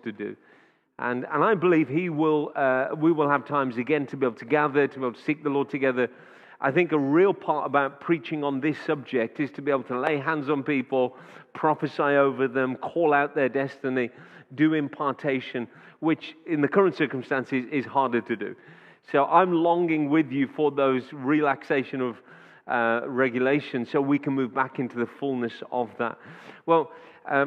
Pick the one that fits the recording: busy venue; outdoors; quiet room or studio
busy venue